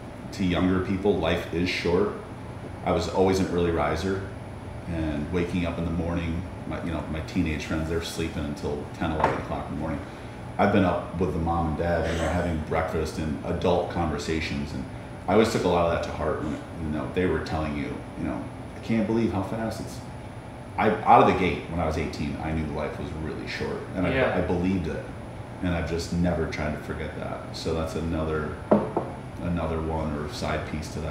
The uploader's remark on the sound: we recorded live, at the Olney Place